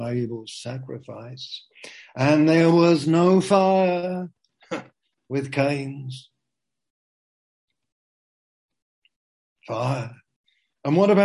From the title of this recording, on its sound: Zoom - Teign Valley Sessions